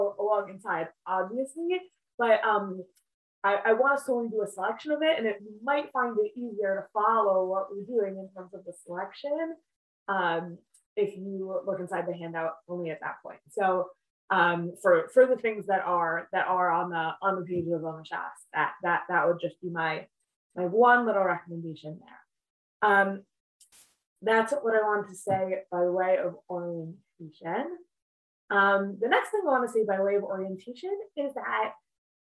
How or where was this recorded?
video call